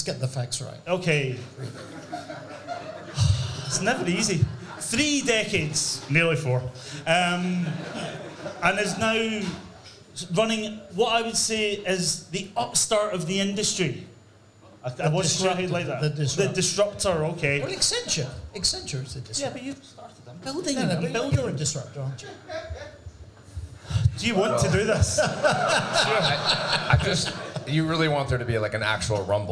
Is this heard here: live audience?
yes